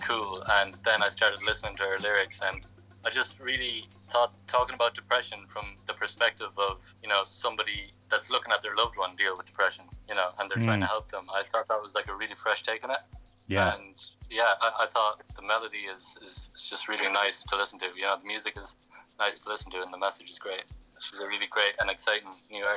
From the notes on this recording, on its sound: all joined us on the phone